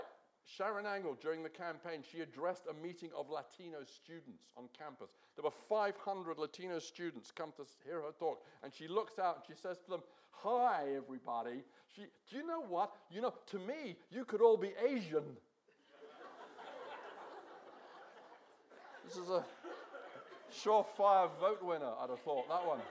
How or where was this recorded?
live audience